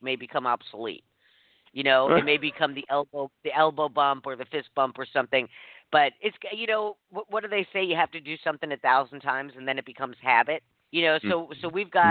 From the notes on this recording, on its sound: called